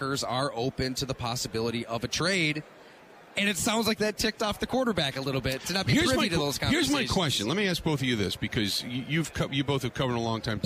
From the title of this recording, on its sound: Live From Super Bowl Radio Row